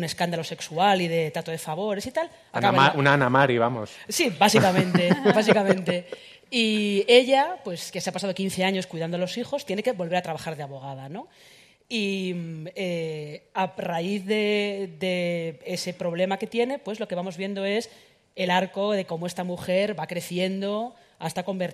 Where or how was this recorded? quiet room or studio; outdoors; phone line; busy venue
busy venue